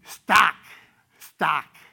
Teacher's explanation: others are moving stock so that its vowel is becoming more front, more like, well, okay, like a front ah, and it sounds like stock, stock, come on, come on, pa. · Term: front vowel